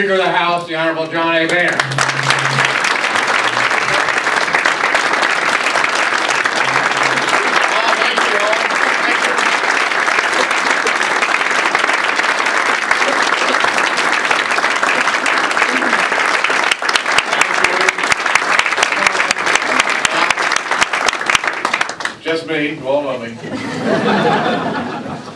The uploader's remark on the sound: WASHINGTON, DC. Appeared before a luncheon meeting of The Ripon Society, delivering a speech.